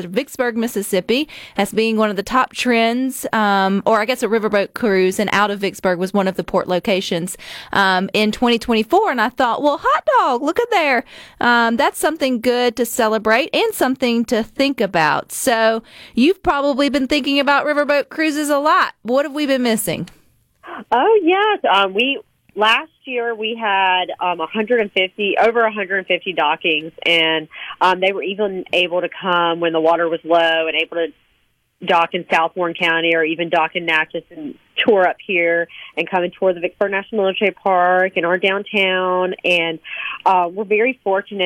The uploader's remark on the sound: joins the conversation by phone